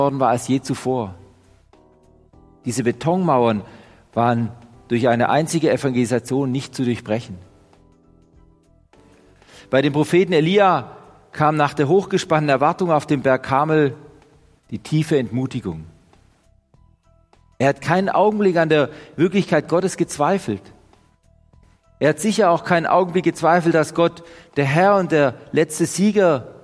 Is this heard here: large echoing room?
yes